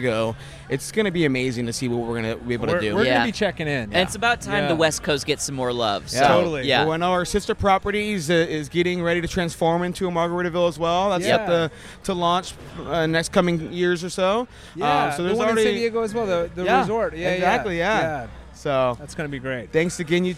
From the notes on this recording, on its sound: Margaritaville Hotel: San Diego. Recorded live by the 5 o'Clock Somewhere Bar, the boys are joined by countless characters from the property in a fun-filled afternoon.